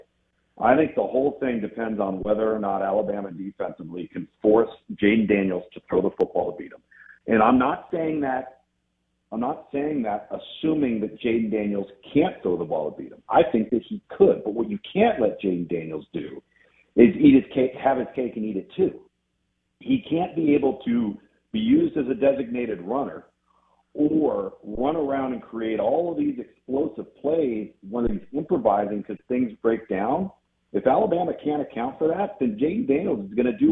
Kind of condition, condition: link, phone line